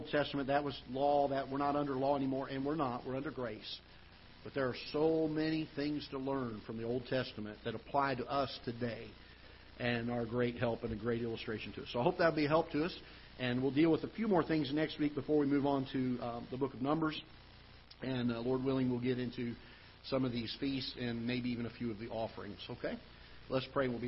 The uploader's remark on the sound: Ketha Heights Baptist Church ~ Live Broadcast